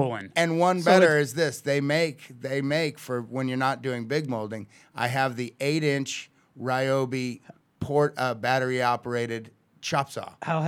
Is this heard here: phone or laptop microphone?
no